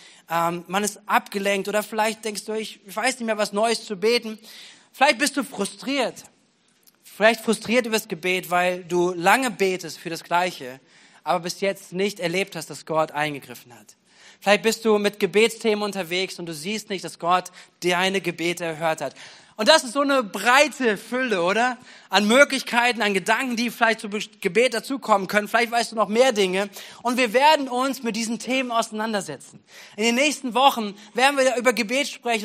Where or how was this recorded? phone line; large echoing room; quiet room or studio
large echoing room